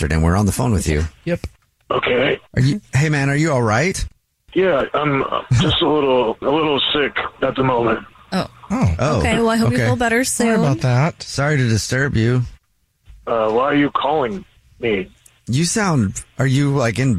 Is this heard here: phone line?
yes